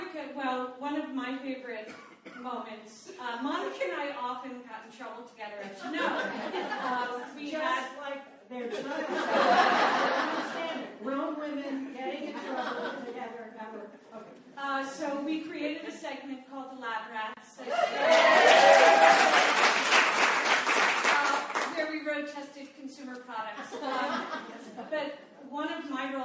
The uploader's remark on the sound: This podcast is the live audio from our appearance at the Santa Monica Public Library. Take questions from the audience.